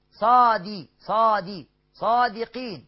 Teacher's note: قين مد عارض للسكون، 2 4 6 حركات